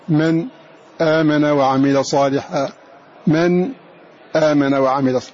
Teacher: والسكت إذا سكت سواء في عند حمزة بكامله أو عند خلف فإنه يسكت سكتا من غير تنفس، كما قال الناظم وسكتهم المختار دون تنفس، فالسكت بمقدار حركتين، ومقداره حركتين